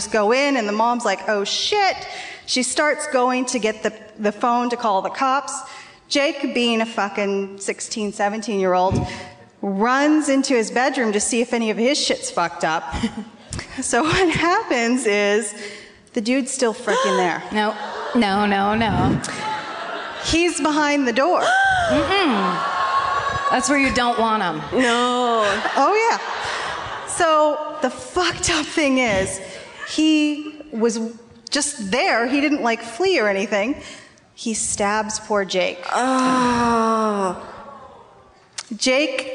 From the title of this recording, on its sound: Live at the Orpheum in Los Angeles